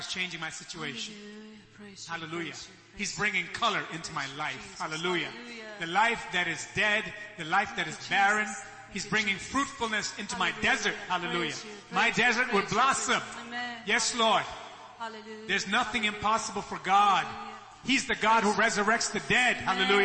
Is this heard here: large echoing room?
yes